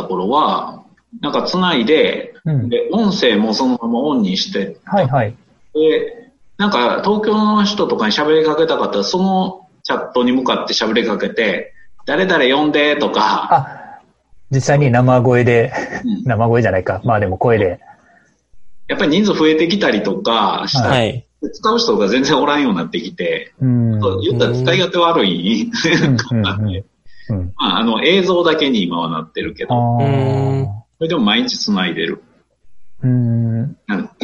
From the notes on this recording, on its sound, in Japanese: Zoom によるリモート収録です。